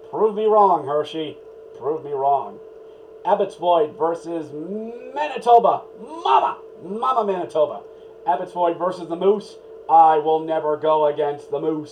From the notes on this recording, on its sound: Apologizes for the audio, testing a new mic, to interesting results